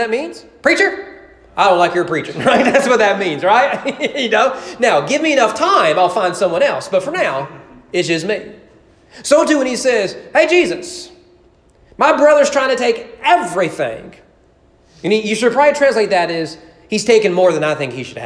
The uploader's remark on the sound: Sermon preached on February 7, 2020 during evening worship.